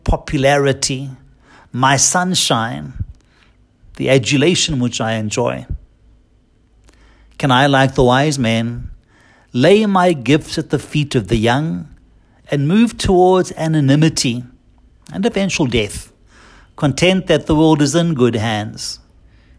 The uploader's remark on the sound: homily preached at Holy Trinity Catholic Church in Braamfontein, South Africa